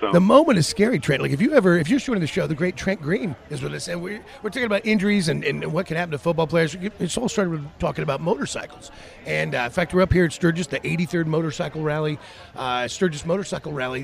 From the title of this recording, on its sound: LIVE FROM STURGIS